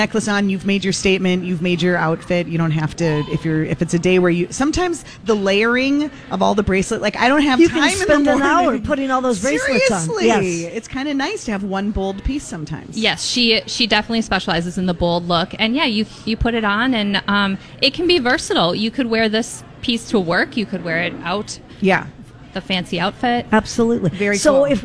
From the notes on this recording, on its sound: Live at General Store of Minnetonka for Mother's Day weekend.